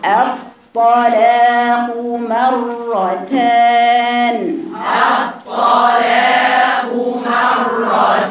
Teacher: والراء فيها توسط عكس الطاء